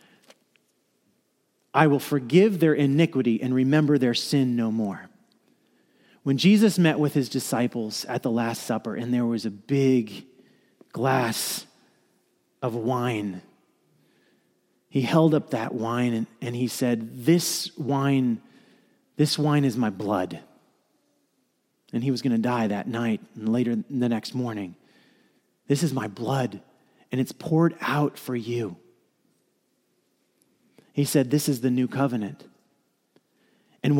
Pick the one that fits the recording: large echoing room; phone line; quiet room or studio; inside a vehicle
large echoing room